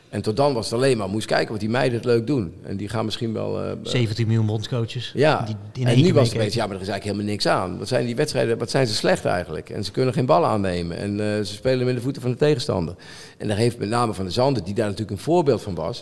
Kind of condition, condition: setting, busy venue